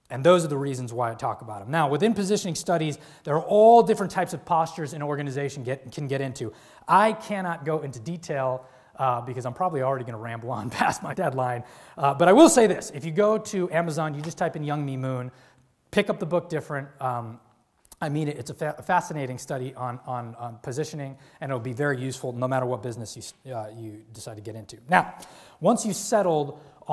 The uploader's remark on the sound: This lecture took place at the Saïd Business School, University of Oxford on November 4th, 2014.